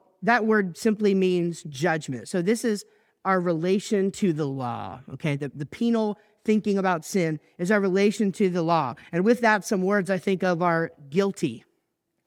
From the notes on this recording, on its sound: I recently preached at church